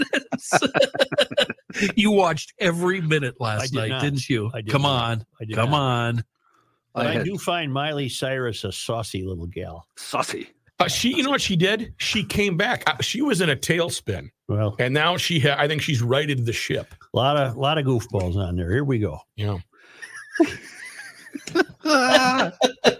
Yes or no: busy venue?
no